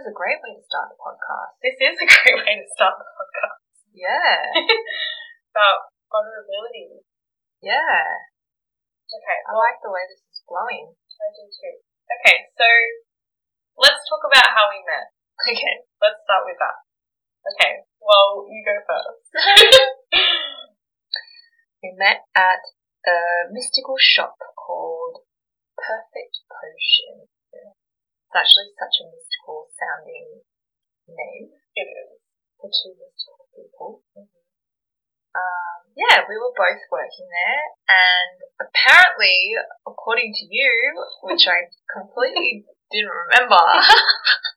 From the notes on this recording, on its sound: Please excuse the audio quality while I try to navigate the world of audio editing ...